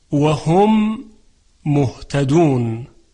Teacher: اگر میم ساکن در آخر کلمه قرار بگیره و بعد از اون میم متحرک دیگری باشد، اینجا ادغام انجام میشه که ادغامش هم از نوع ادغام متماثلین یا مثلین هست و با غنه همراهه